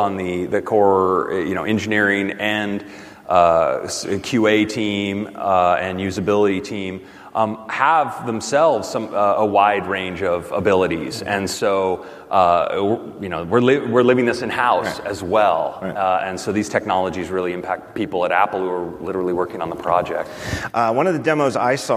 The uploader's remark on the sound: Live From WWDC 2019